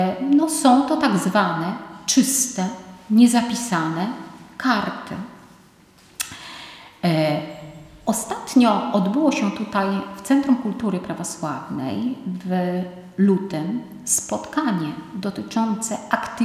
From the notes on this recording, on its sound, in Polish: Nagranie pochodzi ze spotkania, które odbyło się 28 marca 2022 roku w Centrum Kultury Prawosławnej w Białymstoku w ramach cyklu Wszechnica Kultury Prawosławnej 2021/2022.